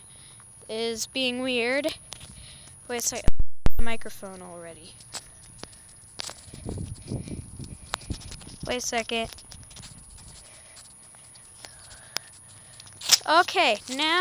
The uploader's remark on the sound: Walk and talk around the block